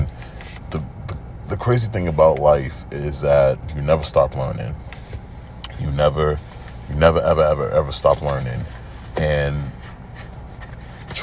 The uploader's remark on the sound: I’m just sitting in my car thinking about life. I decided to just record a lil something.